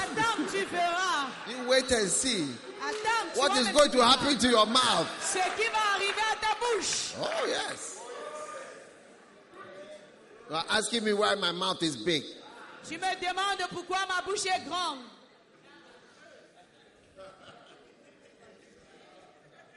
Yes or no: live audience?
yes